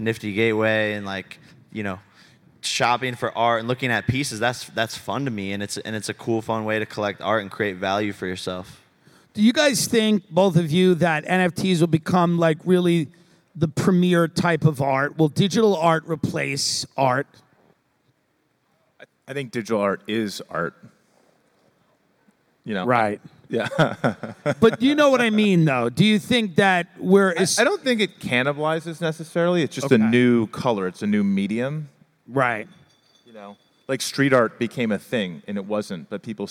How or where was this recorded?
busy venue